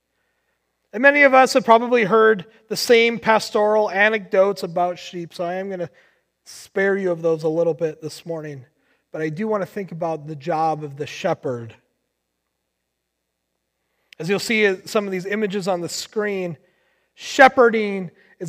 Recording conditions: large echoing room